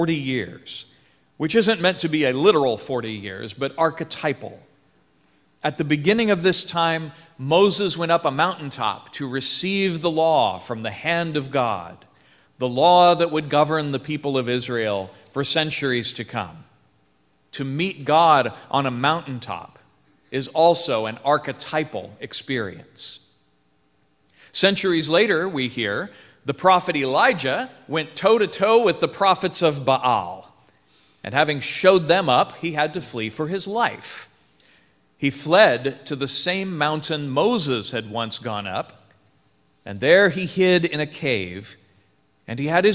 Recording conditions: large echoing room